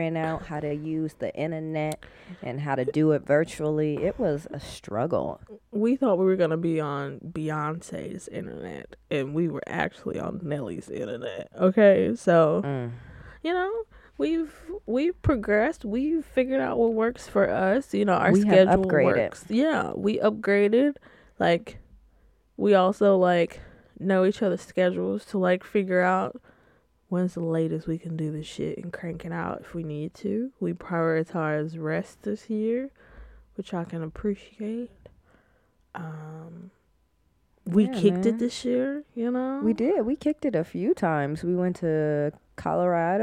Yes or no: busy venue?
no